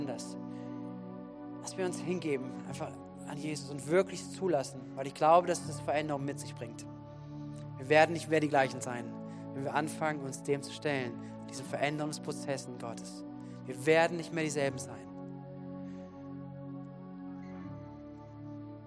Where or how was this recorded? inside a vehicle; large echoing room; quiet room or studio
large echoing room